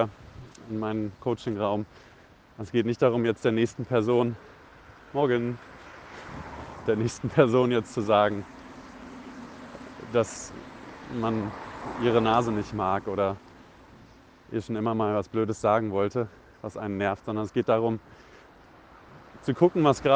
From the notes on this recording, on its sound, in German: Aus privaten Sprachnachrichten wird nun ernst - aus dem Smartphone in die Öffentlichkeit! Aus privaten Sprachnachrichten wird nun ernst - aus dem Smartphone in die Öffentlichkeit!